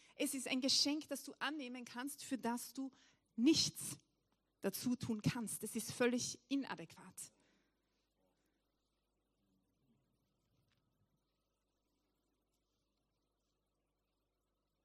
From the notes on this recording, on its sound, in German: Weihnachtsgottesdienst live aus der LIFE Church Wien.